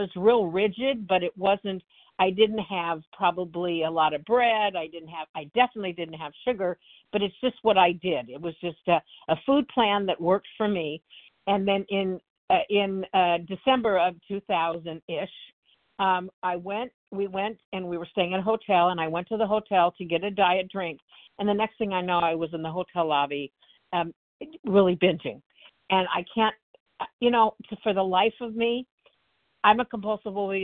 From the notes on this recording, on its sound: the 100 Pounders Phone Meeting, 12/12/23